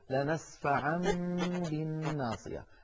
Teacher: وفي الوسط تقلب ميما لمجيء باء بعدها